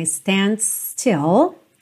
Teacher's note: Pode juntar aí os dois S's